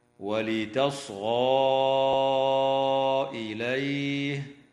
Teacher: تمد ألف الإشارة حال الوصل في قوله تعالى: ولتصغى إليه، بمقدار 4 أو 5 حركات من قبيل المد المنفصل